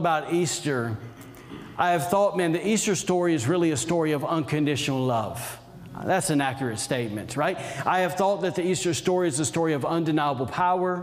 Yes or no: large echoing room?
yes